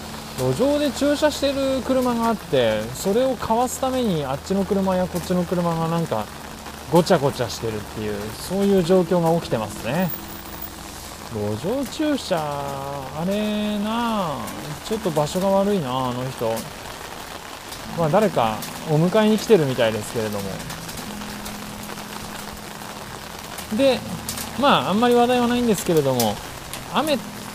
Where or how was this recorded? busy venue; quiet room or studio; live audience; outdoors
outdoors